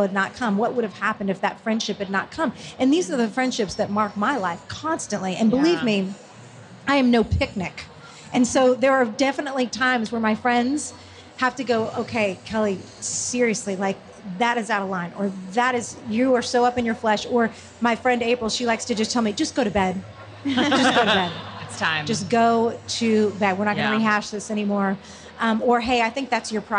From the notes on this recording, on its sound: We sat down at Lifeway Women Live in Orlando